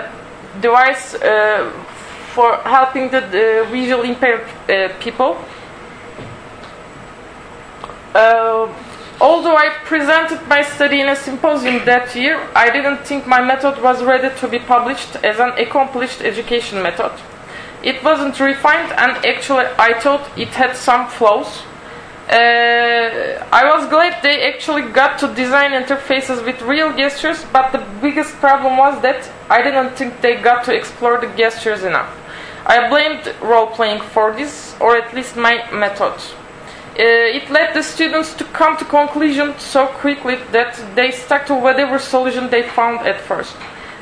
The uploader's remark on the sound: Audio from the Design Research Thinking Symposium [DTRS 2012] held at Northumbria University